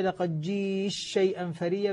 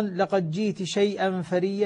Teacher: بإدغام التاء في الشين أو بإظهارها فيها